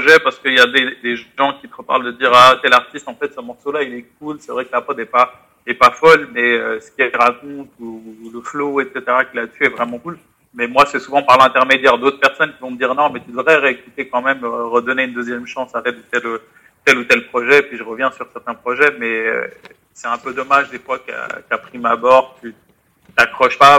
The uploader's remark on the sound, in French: du coup on a contacté par téléphone